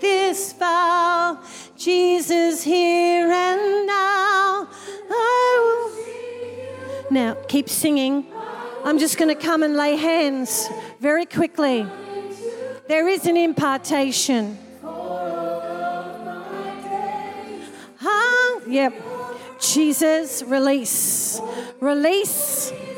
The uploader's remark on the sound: This was recorded in our 5pm service on the 8th of Januray, 2023